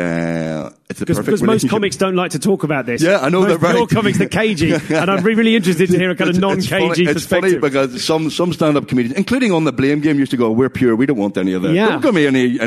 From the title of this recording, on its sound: Live at Belfast Comedy Festival